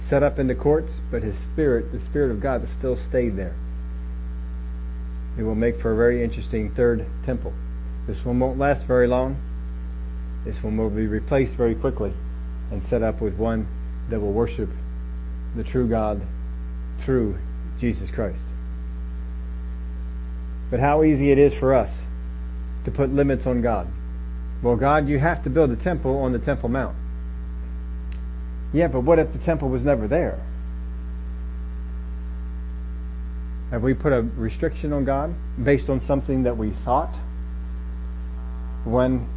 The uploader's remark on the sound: Had to pull this from the Facebook recording so there is a bit of a hum.